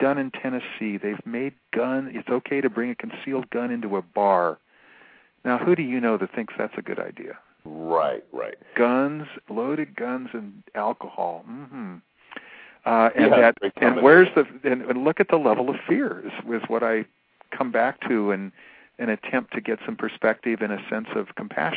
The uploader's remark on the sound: Callers with questions or comments are encouraged to call in live, or in the chat room halfway through the show.